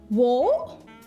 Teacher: Вы говорите во, то есть вы не произносите в конце «т», вы останавливаетесь. · Term: glottal stop